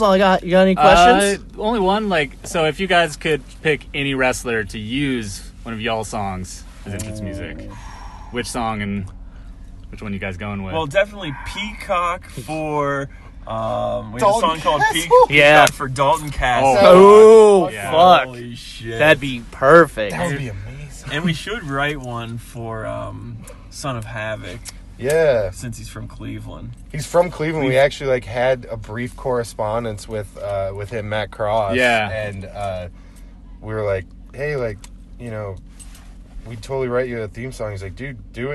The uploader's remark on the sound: Sit down in the van. Before their show here in Boise.